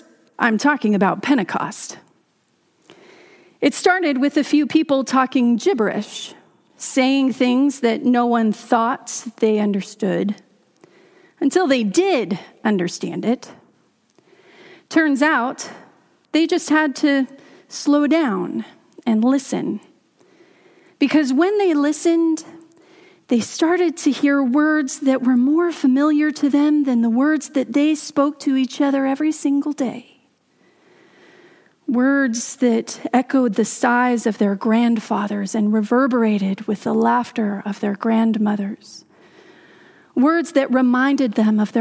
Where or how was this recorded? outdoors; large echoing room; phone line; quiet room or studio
large echoing room